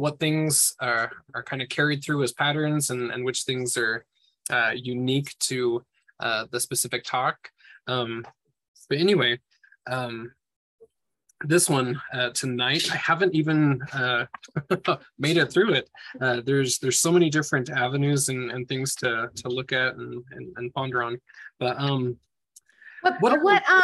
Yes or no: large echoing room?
no